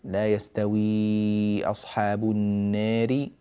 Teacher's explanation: كذلك النار، لا يستوي أصحاب النار، هنا تقليل دائما مهما كان حكم البدل فالنار مقللة